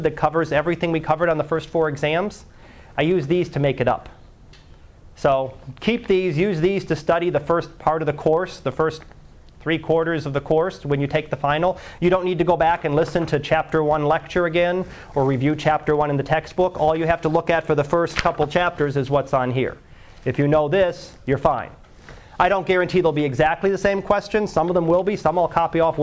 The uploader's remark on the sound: Live Class Lecture 2012 Sep 12